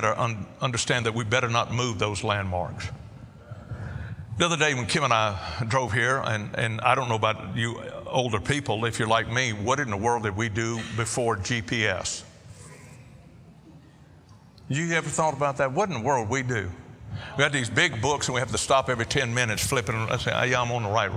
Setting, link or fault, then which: setting, large echoing room